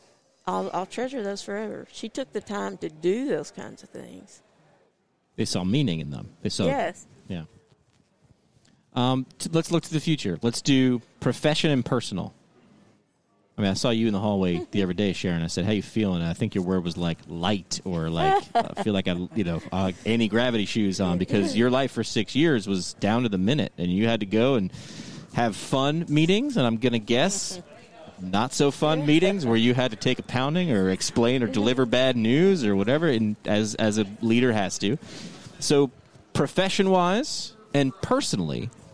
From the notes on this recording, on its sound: Live from CSM 2022